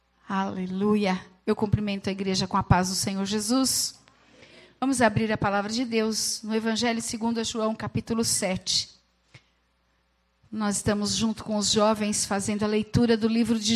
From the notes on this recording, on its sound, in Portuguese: Gravado no Culto da Família